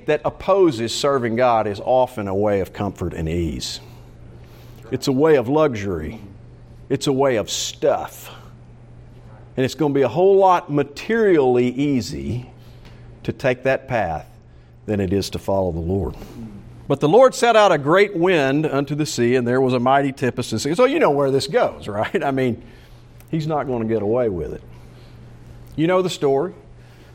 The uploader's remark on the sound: Preached during the morning service of the Saturday meeting.